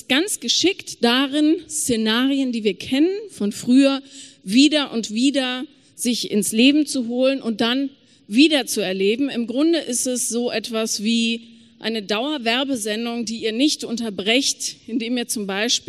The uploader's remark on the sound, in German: Q&A LIVE auf dem Hear & Now Podcast Festival in Köln